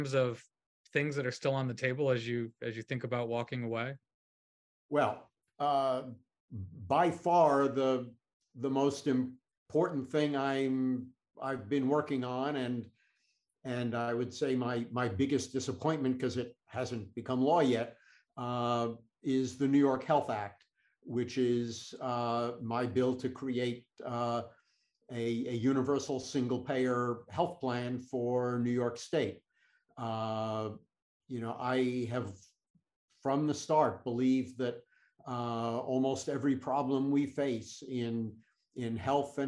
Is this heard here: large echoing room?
no